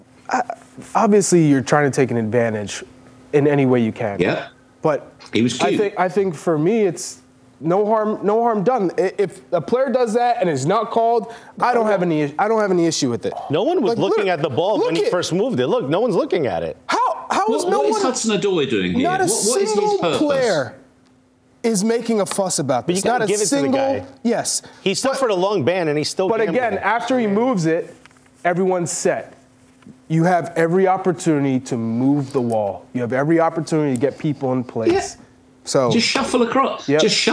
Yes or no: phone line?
no